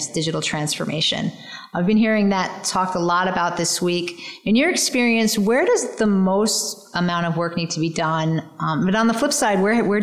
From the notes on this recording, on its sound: We’re once again on the road, recording from Analytics Unite, the three-day summit that gathered today’s leading minds in retail and consumer goods analytics.